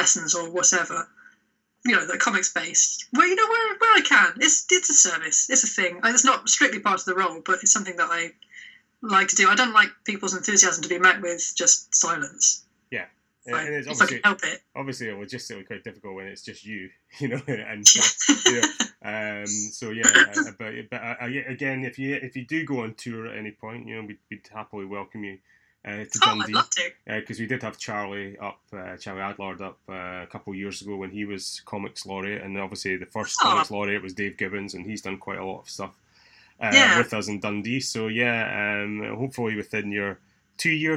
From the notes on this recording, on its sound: Apologies for the sound, as we had a few technical issues on the day